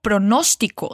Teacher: o pronóstico, sin la reducción de pronunciación nativa de la S